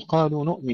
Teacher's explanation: بعض الإخوة يخطئون يقولون قالوا أنؤمن، أو يمدون قالوا نؤمن. طبعا مد هنا طبيعي لا نزيده على حركتين، وأيضا ليس في كلمة نؤمن همزة في أولها.